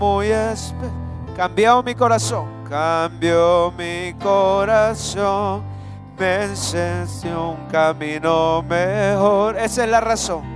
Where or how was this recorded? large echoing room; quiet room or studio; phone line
large echoing room